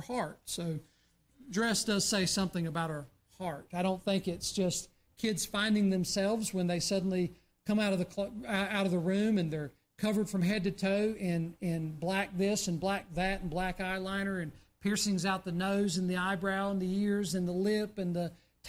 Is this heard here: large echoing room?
yes